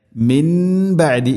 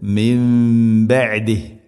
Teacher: സുക്കൂനുള്ള നൂനിന് ശേഷം ബ വന്നാൽ ഇഖ്ലാബ്, നൂനിനെ മീമാക്കി മാറ്റണം. · Shown in: second take · അതാണ് ഖുർആനിൽ ഒരു ചെറിയ മീം കാണാൻ പറ്റും.